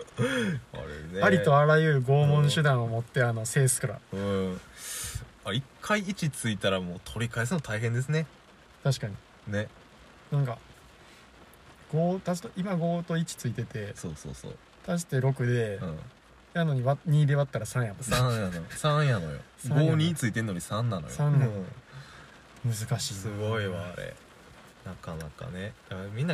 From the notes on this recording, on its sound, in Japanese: 車中収録の為、雨の音が入ってますが…一種のBGMだと思ってお聞きください。雨音ASMR仕様。